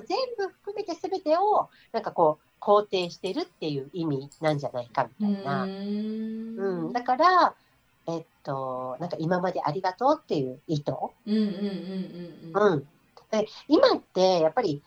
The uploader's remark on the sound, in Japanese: 今回はリモートでの収録となっているため、聴きにくい箇所があるかもしれませんが、ご了承いただければ幸いです。